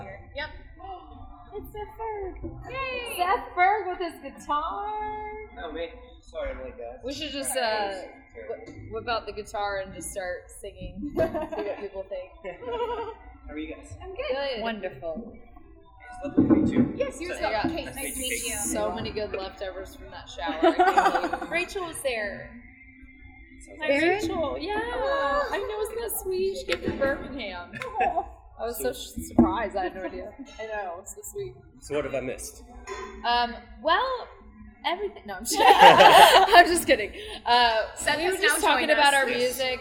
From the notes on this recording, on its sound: This episode was recorded at Frothy Monkey in Chattanooga, TN.